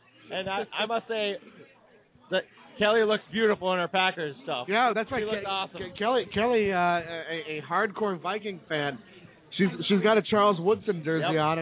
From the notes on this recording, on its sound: Live from Lambeau Field!! LIVE from the shadows of Lambeau Field on Super Bowl Sunday! Hopefully get some bystanders to make comments on the game!